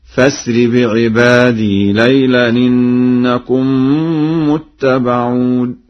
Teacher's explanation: قد قرأ ورش بوصل الهمزة في الفعل فأسر هكذا: فأسر بعبادي ليلا إنكم متبعون.